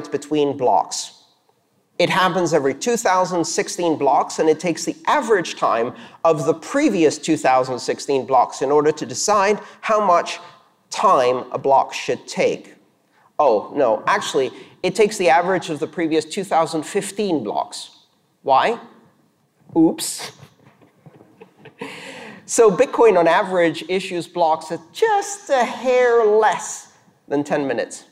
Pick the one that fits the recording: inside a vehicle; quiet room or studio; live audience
live audience